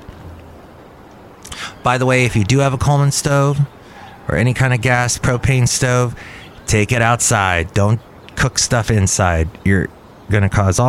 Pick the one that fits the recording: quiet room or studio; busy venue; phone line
busy venue